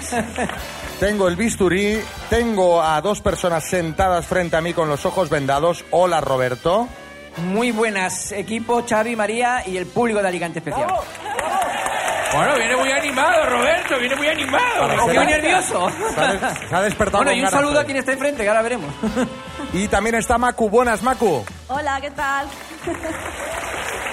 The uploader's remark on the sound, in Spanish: Las Mañanas KISS desde ALICANTE. Lleno total en nuestro programa en directo en Alicante. Nuestra tradicional cita a ciegas sobre el escenario.